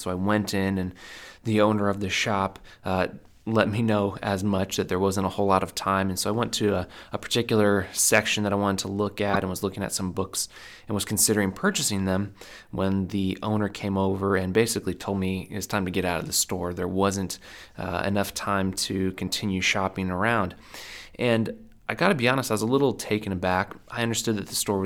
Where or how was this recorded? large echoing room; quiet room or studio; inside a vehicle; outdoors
quiet room or studio